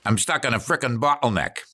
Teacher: Along with a variety of regional speech effects typically associated with Boston and New England in general, that speaker was also employing the glottal stop, which occurs by obstructing airflow in the glottis